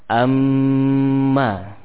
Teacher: tetap mengalir suaranya namun berbelok atau berpindah kepada hidung · Term: gunnah